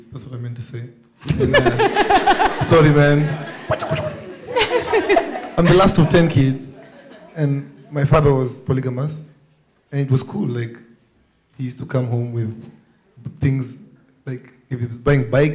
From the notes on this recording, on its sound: A lot of the audience chimed into this conversation and we were able to capture opposing views on open relationships. We were also able to share more of the live music performed on the night of the recording.